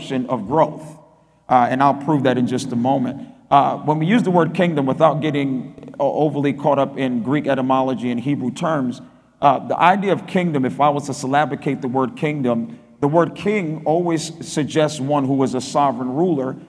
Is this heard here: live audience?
yes